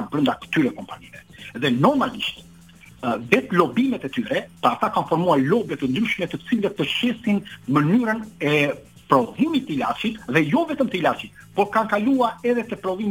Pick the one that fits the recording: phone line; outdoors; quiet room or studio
phone line